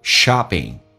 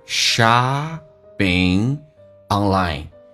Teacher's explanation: shopping 的 P 要被浊化成 B 这个发音